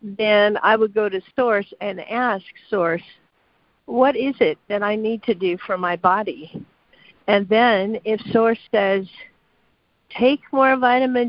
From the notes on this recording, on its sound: ACIM Daily Conference Call.